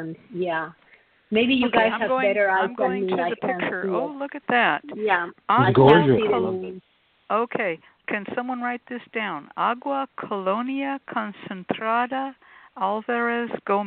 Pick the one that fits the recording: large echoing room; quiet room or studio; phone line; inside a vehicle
phone line